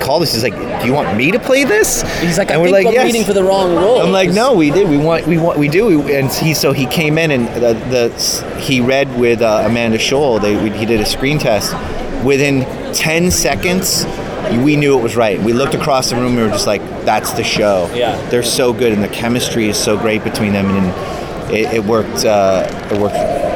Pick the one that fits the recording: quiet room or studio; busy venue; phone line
busy venue